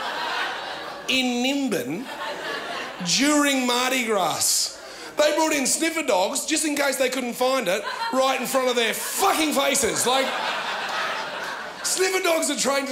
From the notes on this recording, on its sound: ABC2 Comedy Up Late 2014. The best and biggest performances from the 2014 Melbourne International Comedy Festival's late night club on ABC2's Comedy Up Late.